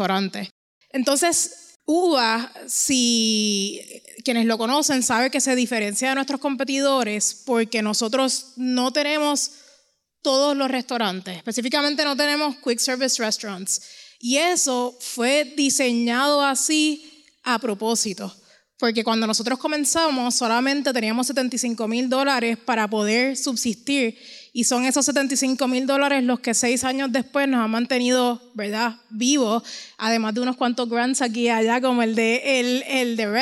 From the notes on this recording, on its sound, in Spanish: ¡En vivo desde el Boricua Emprende Fest!